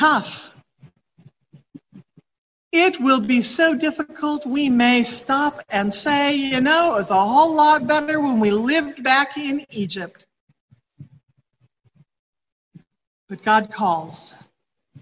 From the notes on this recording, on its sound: recorded from Zoom